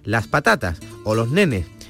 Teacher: La principal diferencia está en cómo se realiza la aspiración de la S a final de palabra. Un onubense, por ejemplo, aspira la S